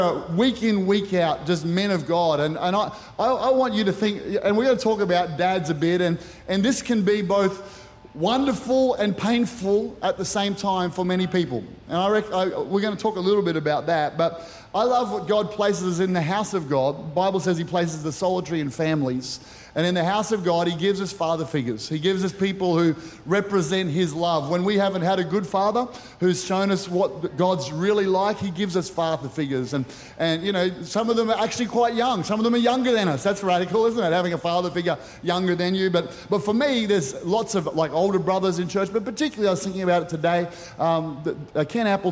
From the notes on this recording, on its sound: Recorded during our 9am service on Sunday, the 3rd of September 2023.